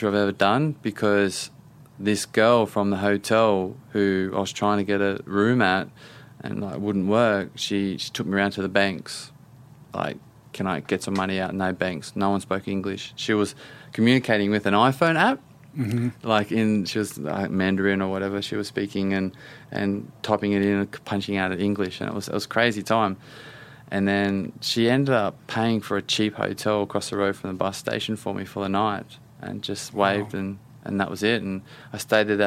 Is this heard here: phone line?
no